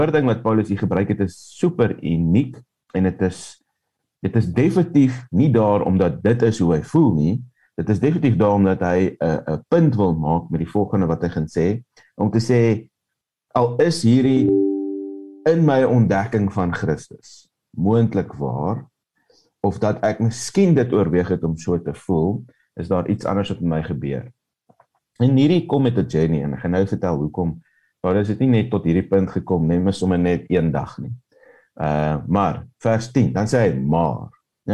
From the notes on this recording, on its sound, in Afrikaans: Manne van die Woord Zoom Byeenkoms